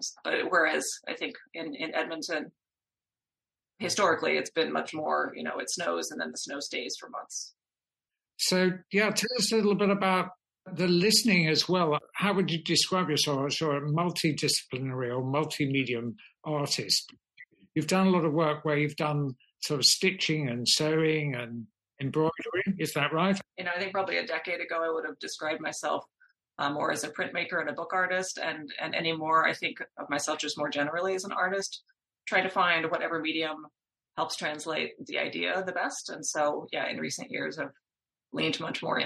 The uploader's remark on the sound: talk over the Internet on a Zoom call